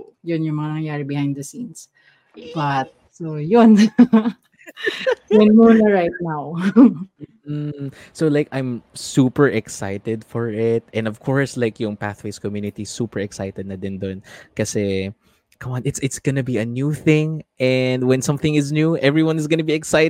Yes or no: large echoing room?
no